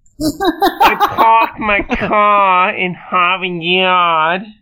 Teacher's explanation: if you say it in like a vaudeville version, leaving all those R's out, you're non-rhotic. If you say it with all the R's in, you're being rhotic.